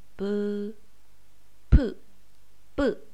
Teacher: 这三个“不，噗，不”是一组，分别是松音、送气音、紧音。